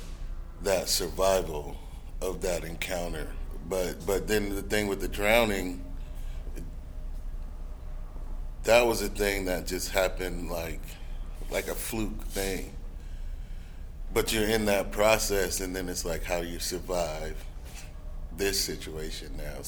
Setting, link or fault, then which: setting, busy venue